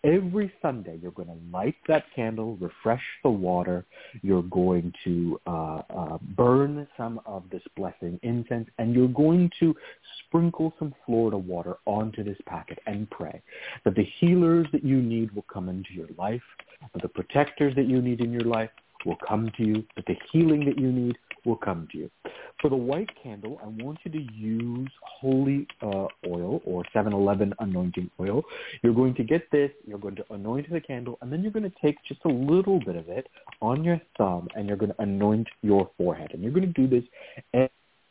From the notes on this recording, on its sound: a real, live call-in show